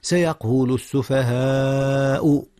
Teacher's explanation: المد هنا مد متصل يا أستاذنا، حيث الألف والهمزة في كلمة واحدة